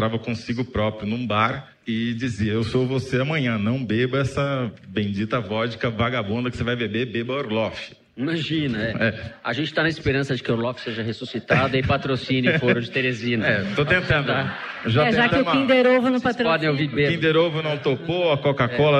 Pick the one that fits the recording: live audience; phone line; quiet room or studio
live audience